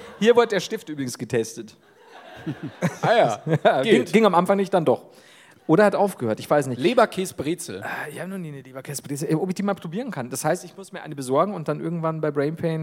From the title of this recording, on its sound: LIVE in Duisburg